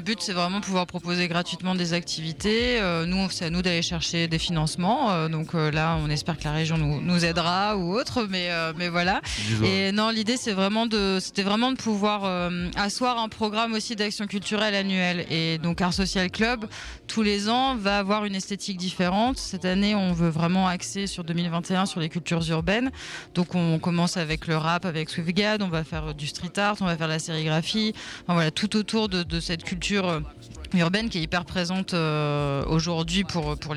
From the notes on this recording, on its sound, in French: Emission réalisée en direct de la grange à musique de Creil (60)